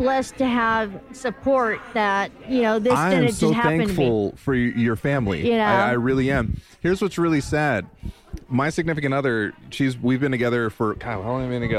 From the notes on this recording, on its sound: The NeuroNerds are hitting the road for this episode! For their 17th Annual TAAFWalk in San Francisco, we recorded our first-ever live speedcasting episode.